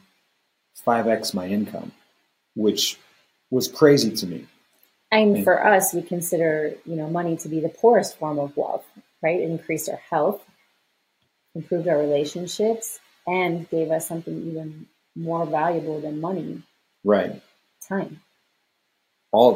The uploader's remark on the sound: You will notice an audio shift in the last five minutes of this episode. The primary microphones cut out but, fortunately, the backup microphones kicked in.